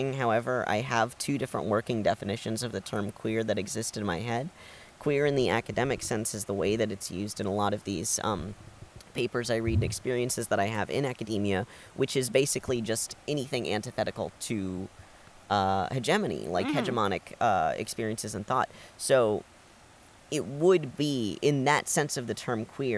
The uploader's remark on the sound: are in Canada, recording in the woods!